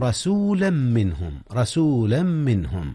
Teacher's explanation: هنا إدغام يا أستاذنا. أدغم تنوين رسولا في ميم منهم إدغاما بغنة